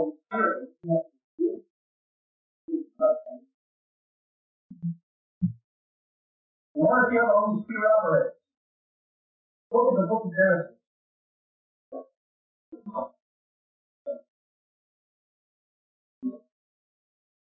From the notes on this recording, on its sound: We apologize for the quality of this recording. It was from the 1990's to 2000's when audio recording was not as good as it is today. Even though we were able to edit the original recording to get this version it is still of very poor quality.